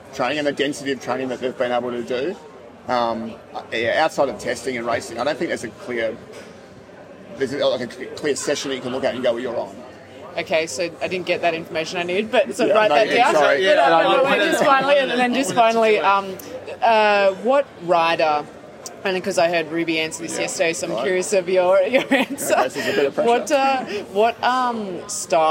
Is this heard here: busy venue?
yes